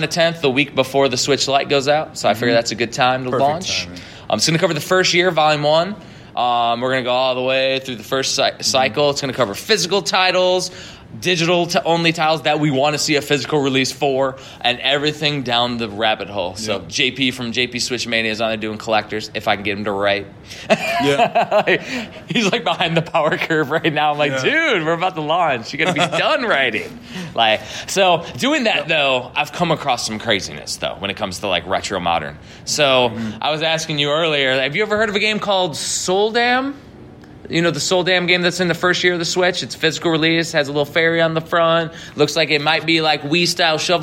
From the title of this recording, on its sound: Game On Expo 2019 Panel